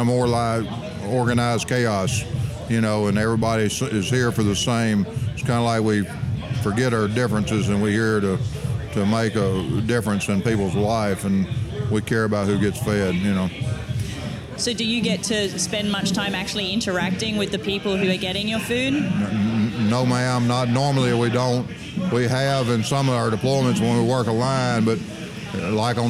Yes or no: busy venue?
yes